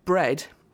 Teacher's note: there's actually complete silence before I release the b sound